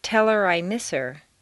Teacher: On personal pronouns, it's common to drop the H.